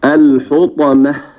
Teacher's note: وننتبه للتاء المربوطة نقف عليها بالهاء